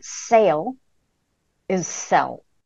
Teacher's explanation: So in the case of my dialect, you have lax vowels like E will tense and become A before L. So a word like sail is sell.